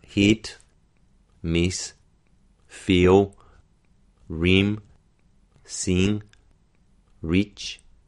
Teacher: The I vowel tends to head towards E, so we get kit and this being pronounced as kit and dis · Term: more of an E-like sound